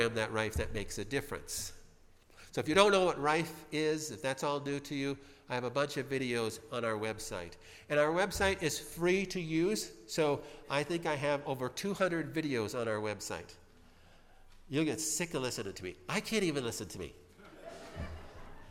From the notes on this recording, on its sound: Spoke at the 45th Annual Cancer Control Society Conference. At the lovely Hilton hotel in Glendale, California.